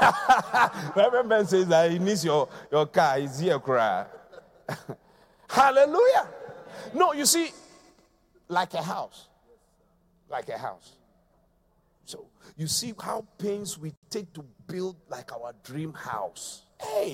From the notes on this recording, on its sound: Preached at The Qodesh